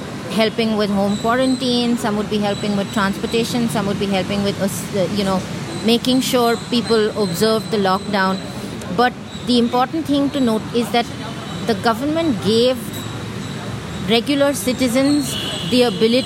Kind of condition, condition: fault, sounds in the background